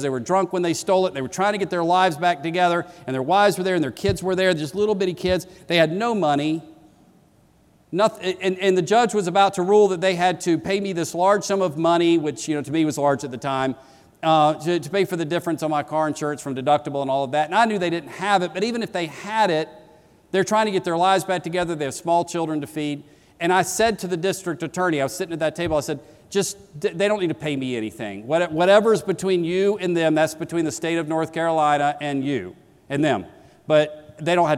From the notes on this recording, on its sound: Keynote that launched the 2016 conference.